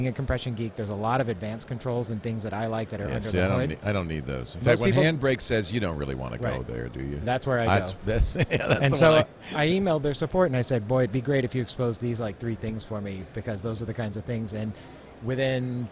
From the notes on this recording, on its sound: Live from NAB Show 2011